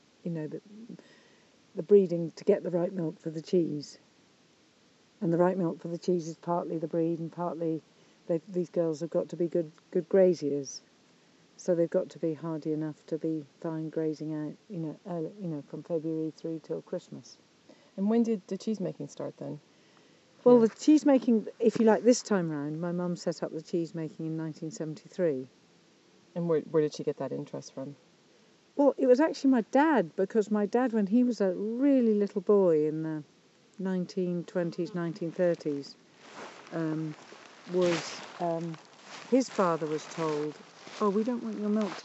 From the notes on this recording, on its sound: This week's episode was recorded in a stunning pasture